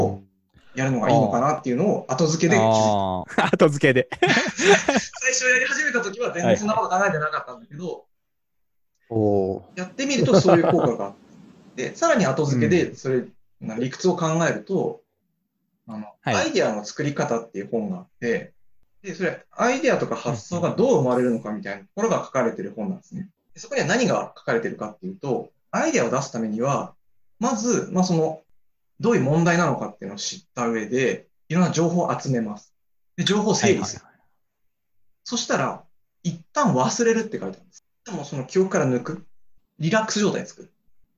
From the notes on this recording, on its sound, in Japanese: Zoomの無料アカウントの制限のため終わり